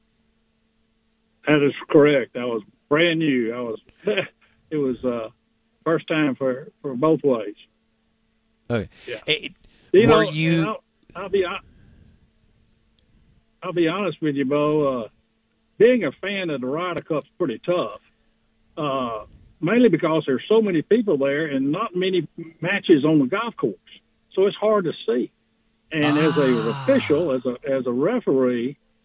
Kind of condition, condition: link, phone line